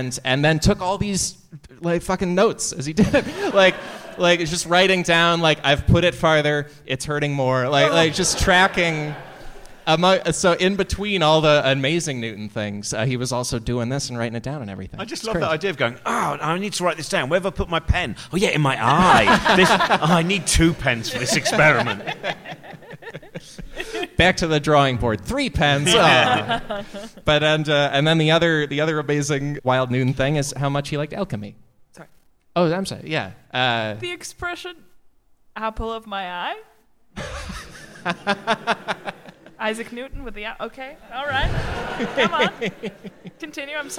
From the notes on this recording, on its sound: A special LIVE show at The London Podcast Festival. Stick around after the live conversation.